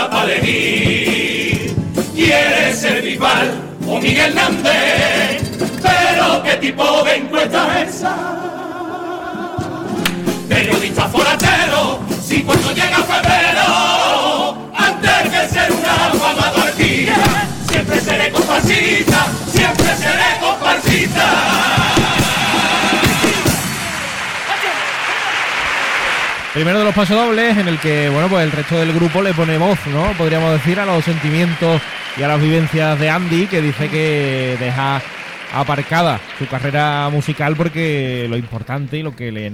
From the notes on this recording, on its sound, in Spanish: En directo desde el Gran Teatro Falla de Cádiz. Onda Cero Cádiz.